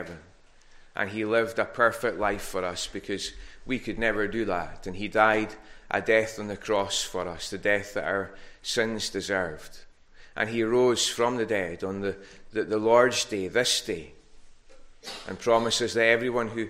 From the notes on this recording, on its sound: recorded at North Harris Free Church on the morning of Sunday 26th June 2022